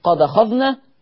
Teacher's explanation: انقل حركة الهمزة للحرف الساكن